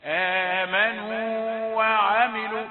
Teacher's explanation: هذه واو مد ثم التالية واو مفتوح، لا تدغم الاثنين ولا تأتي في زمن واحد للاثنين، آمنوا وعملوا، وهذا يسمى مد التمكين، مد التمكين لتمكن لظهور الحرفين.